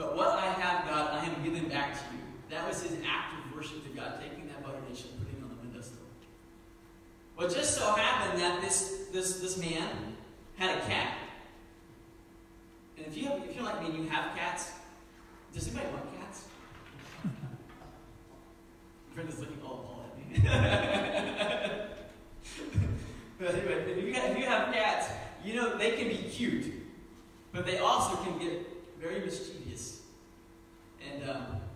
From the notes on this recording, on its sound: Sermon was preached September 29, 2019 at Meadville Church of the Nazarene